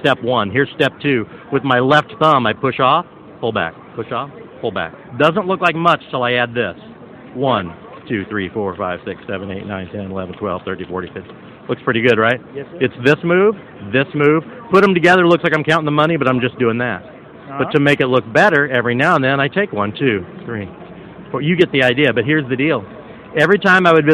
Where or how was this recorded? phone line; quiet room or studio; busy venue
busy venue